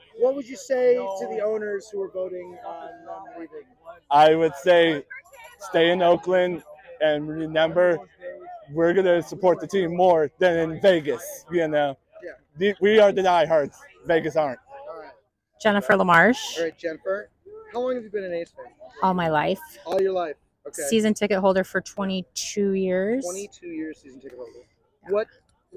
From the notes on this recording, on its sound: Interviewing A's fans at 2023 home finale. Roamed around the Coliseum with a microphone and got the pulse of the A's fan base after a tumultuous year in Oakland.